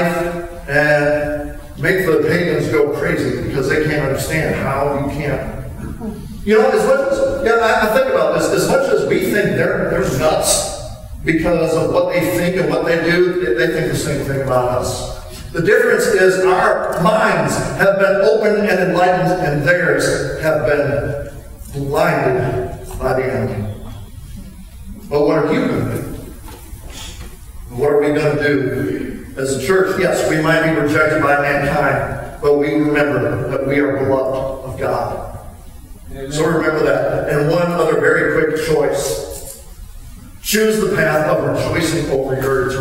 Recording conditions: poor sound quality